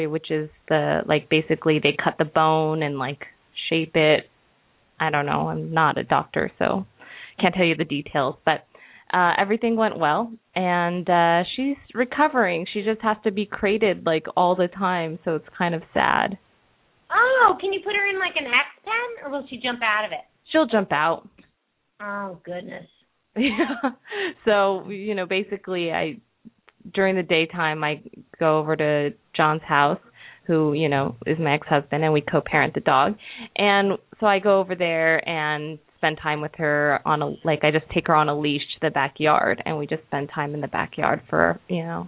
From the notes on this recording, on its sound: open up the lines for listeners to call